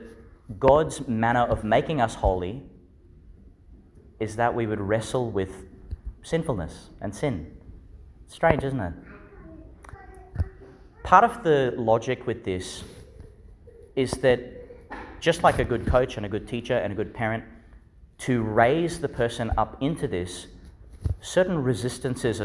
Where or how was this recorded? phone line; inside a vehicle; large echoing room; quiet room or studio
large echoing room